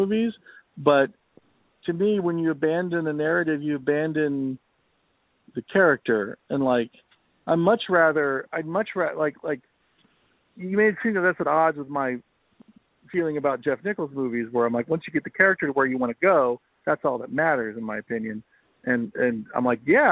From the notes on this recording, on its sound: A special phonesode!